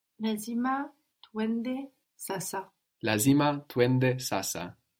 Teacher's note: When you join tu, the sound for we, to ende, you will get tuende. The U will become a W.